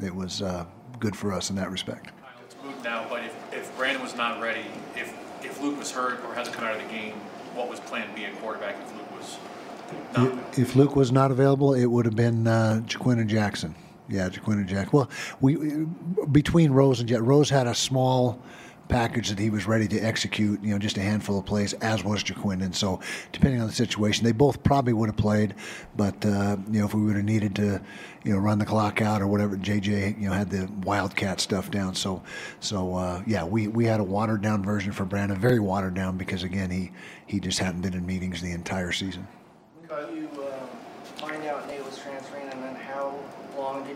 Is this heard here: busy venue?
yes